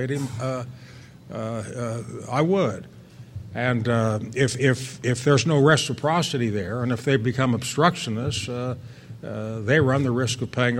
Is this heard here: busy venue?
yes